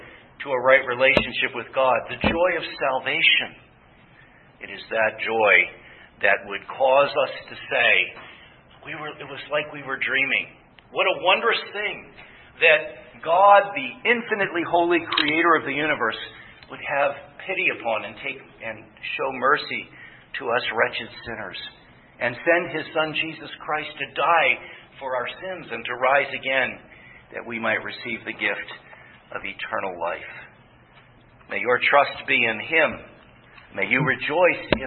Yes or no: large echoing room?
yes